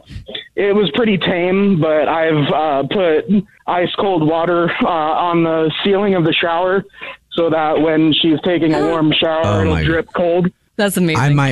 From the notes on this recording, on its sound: The guy on the phone